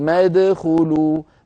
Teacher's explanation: ما في همزة في أول فعل ادخلوا لأنها همزة وصل تسقط في وصل الكلام